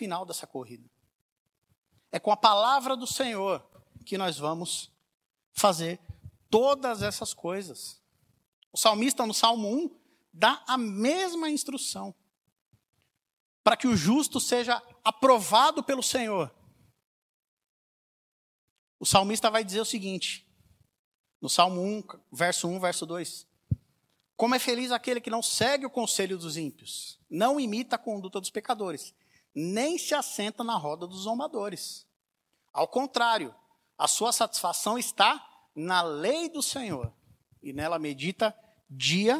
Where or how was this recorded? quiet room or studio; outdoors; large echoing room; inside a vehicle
large echoing room